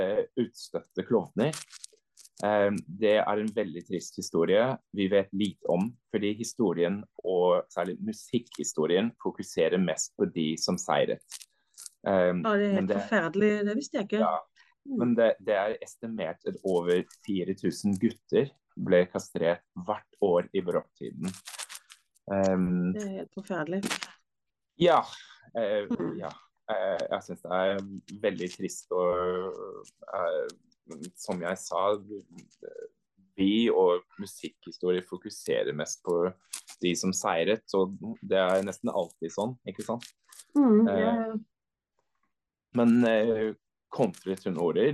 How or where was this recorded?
video call